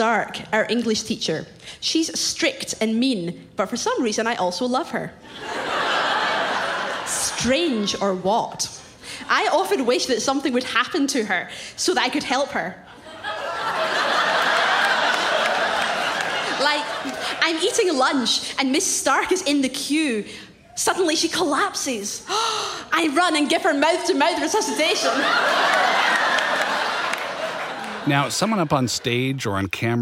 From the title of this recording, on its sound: Live On Stage